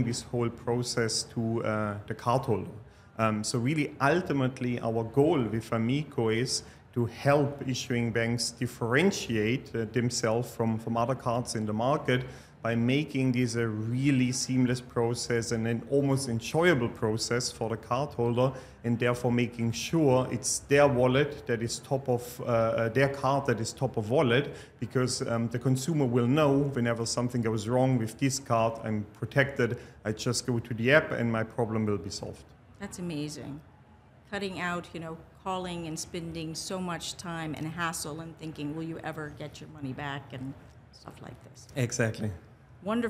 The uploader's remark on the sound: The first episode of our Live Coverage at Money2020 Europe just dropped.